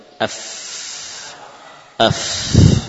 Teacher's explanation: posisi bibir, ya, dalam keadaan normal dinaikkan saja, maka akan menyentuh bagian ujung gigi seri atas, bagian dalamnya. · Term: huruf fa